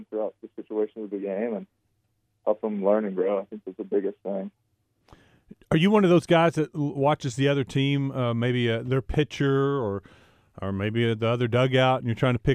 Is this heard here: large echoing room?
no